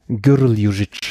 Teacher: Und er hat dann eben erklärt, da wird dann praktisch so wie so ein falscher Vokal reingesetzt, also so ein Ö-Laut.